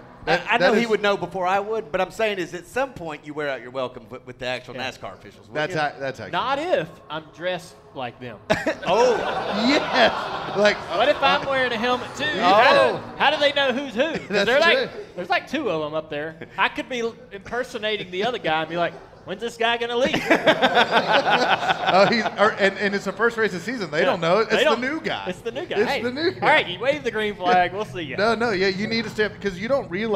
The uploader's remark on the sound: Live from Daytona. The Team Chevy Experience at Daytona International Speedway in front of a studio audience.